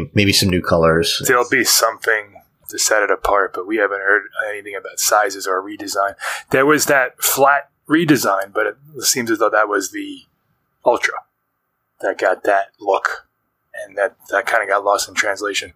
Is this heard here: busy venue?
no